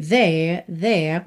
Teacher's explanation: Acontece em parte pelo fato … ser uma banda britânica, e aí os britânicos geralmente não enrolam esse R